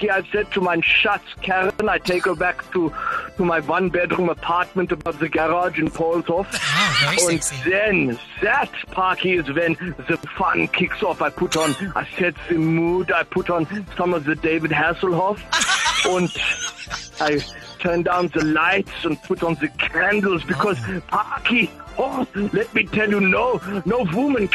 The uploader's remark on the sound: called into Hot 1027 Breakfast this morning